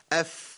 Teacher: اما اقول مثلا اف لازم يطلع نفس · Term: الهمس